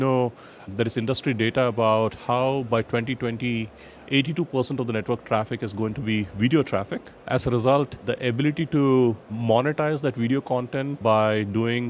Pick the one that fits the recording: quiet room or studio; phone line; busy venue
busy venue